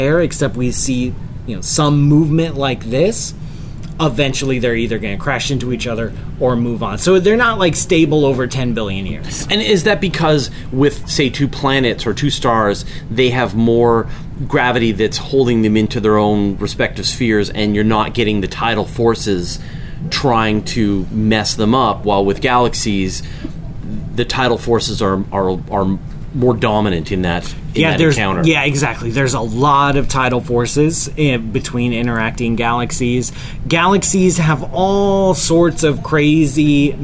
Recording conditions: busy venue